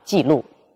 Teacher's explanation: 去声它用在去声音节前面，就会变调，有全降调，五幺，变为半降调，五三 · Term: 去声的变调